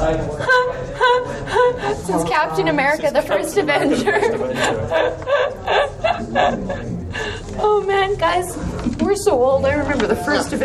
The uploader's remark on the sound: Grimmfest Special. What you have in this episode is their Pre-Film intro, the Post film Q&A, and finally my sit down chat with them.